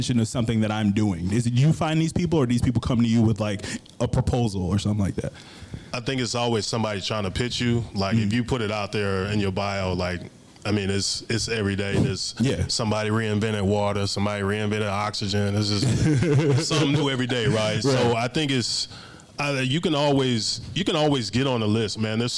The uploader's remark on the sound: Last week at the new Working_From The Hoxton space in Chicago, I did a live taping of the podcast.